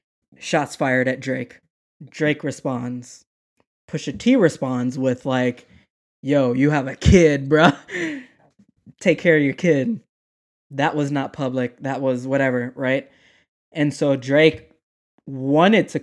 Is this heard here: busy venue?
no